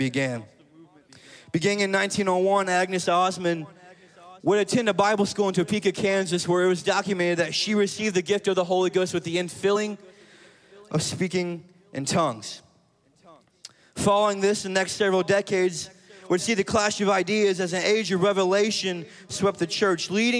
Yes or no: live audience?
yes